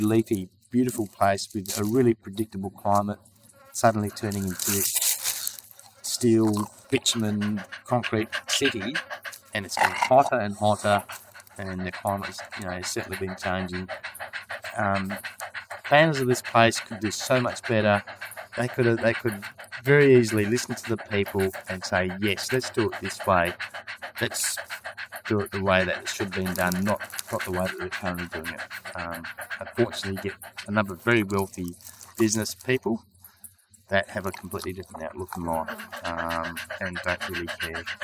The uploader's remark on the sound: It also happened to be a windy day with quite a bit of ambient sound, affecting the quality of the recording. This episode was recorded on site at the Yakamia forest with our trusty portable recorder. It also happened to be a windy day with quite a bit of ambient sound, affecting the quality of the recording. There is always a trade off with the intimacy of being 'live' with the unpredictable nature of sound recording, so we acknowledge the ‘rawness’ of this episode.